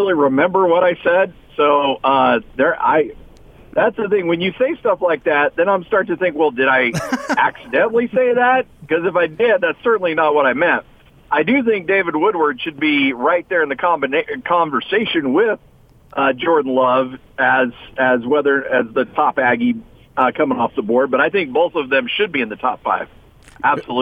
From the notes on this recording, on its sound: call in to the show